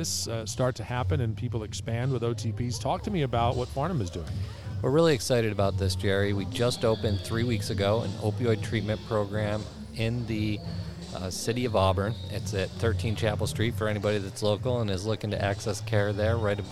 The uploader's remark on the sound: at the Alcoholism and Substance Abuse Providers of New York State (ASAP) Conference in Niagara Falls